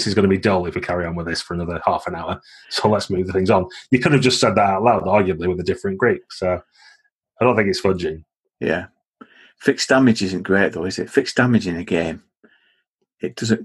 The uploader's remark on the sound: At GROGMEETish2020. To end the event we recorded this live panel in the Zoom of Role-Playing rambling (with an audience of over 50 people!).